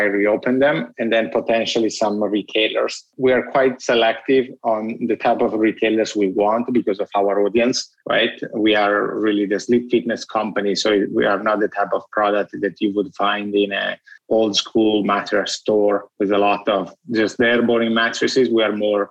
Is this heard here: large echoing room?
no